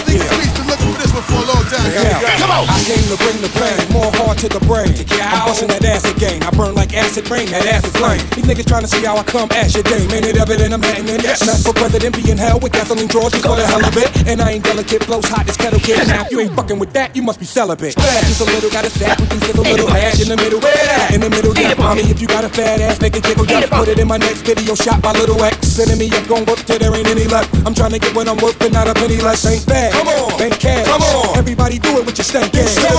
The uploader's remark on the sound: From the Damp Sessies afterparty in Bruges